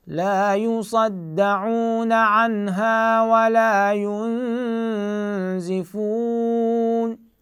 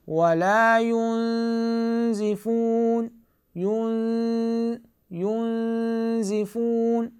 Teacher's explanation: الحكم هو إخفاء مع غنة